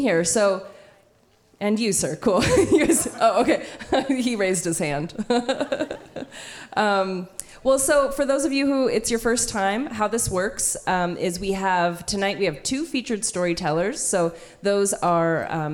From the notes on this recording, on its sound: Told live on stage and without notes.